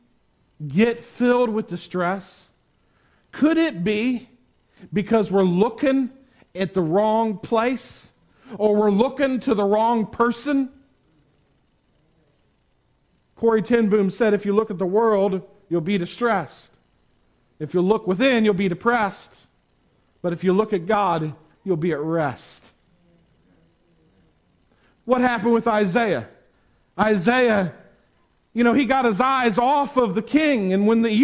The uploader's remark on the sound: Preached on Sunday January 24, 2021 at the Tarrant Bible Methodist Church. Preached on Sunday January 24, 2021 at the Tarrant Bible Methodist Church.